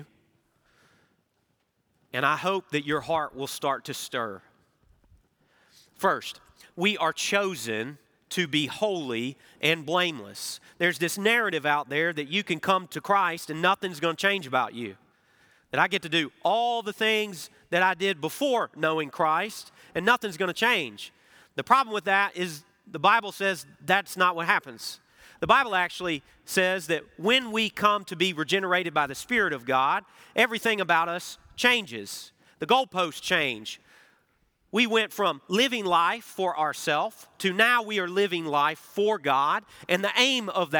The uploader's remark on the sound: Recorded Live at Brookwood Church